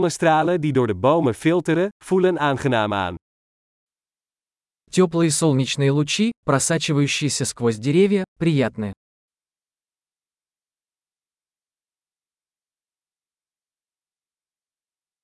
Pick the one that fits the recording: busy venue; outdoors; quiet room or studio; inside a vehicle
outdoors